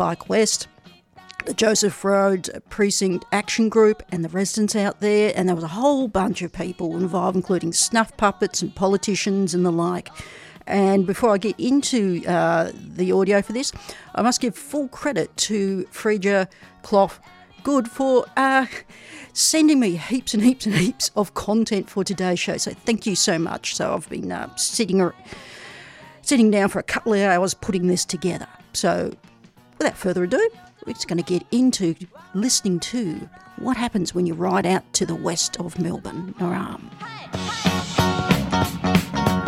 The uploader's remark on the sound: We take a audio journey, riding out west. With Critical Mass, Bike West, Kidical Mass Melbourne, Joseph Road Precinct Action Group, Snuff Puppets, Extinction Rebellion and over two hundred of their best friends. In Melbournes western suburbs.